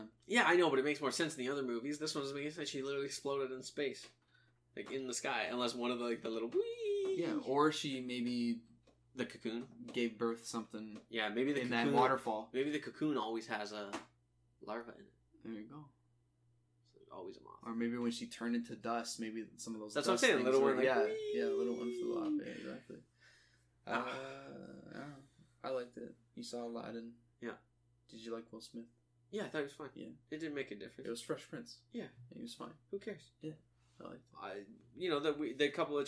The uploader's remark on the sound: the struggle to talk about all of the news because of all the technical difficulties